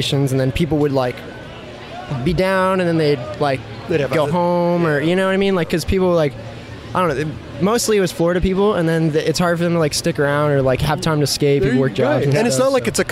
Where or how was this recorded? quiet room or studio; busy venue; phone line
busy venue